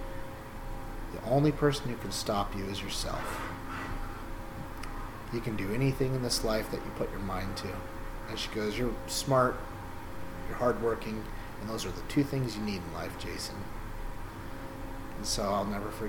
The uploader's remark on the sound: forgive the background Hydraulic Noises.